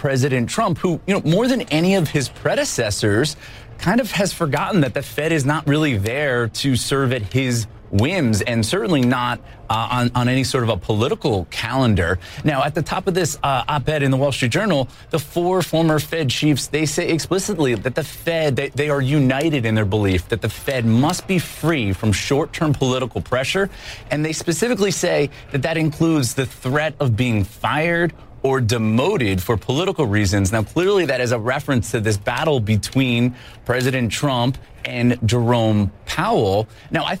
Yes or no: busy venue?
yes